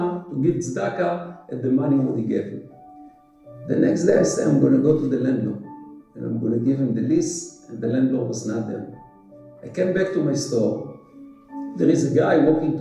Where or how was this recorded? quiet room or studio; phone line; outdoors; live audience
live audience